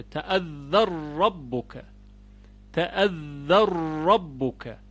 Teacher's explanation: ببینید، مثلا در کلمه اذ تأذن ربک، اذ تأذن ربک، در اینجا نون متحرکه، تأذن، ما قبلش هم متحرکه، تأذ یعنی ذال متحرکه، بنابراین طبق قاعده نون در حرف را ادغام میشه · Term: ادغام نون